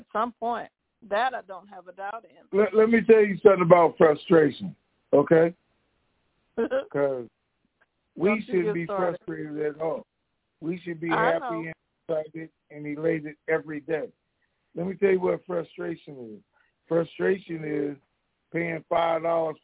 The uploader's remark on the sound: TNTSuperfantastic Conference Call.